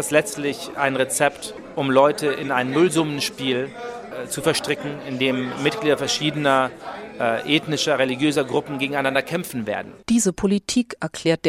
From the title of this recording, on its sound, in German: Reportage vom größten Literaturfestival der Welt im indischen Jaipur